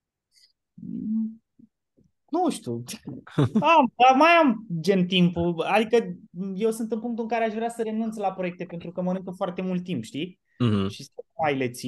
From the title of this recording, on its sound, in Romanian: Conferinta Zoom Saptamanala EcomSchool